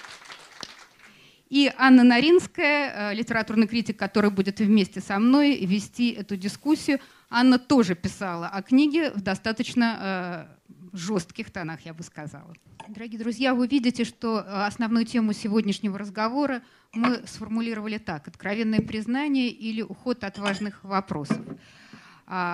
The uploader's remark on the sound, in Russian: Публичная дискуссия